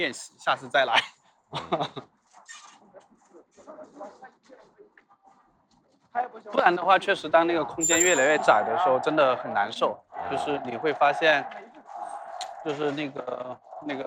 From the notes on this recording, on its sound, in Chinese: 我去广州出差的间隙。来边溜达边唠嗑。但因为所走的路径信号干扰非常强，原始版本的录音效果非常差，有非常多的电流声。这期播客的听感还是有一些瑕疵。从广州的东山口开始。专挑人迹罕至的小巷子里走。